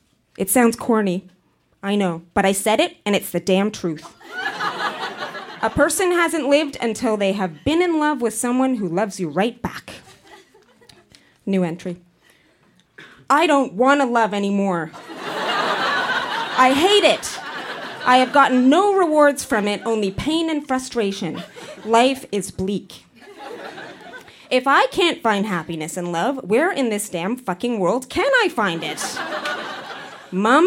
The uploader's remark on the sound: Recorded live at Yuk Yuk's in Ottawa, ON.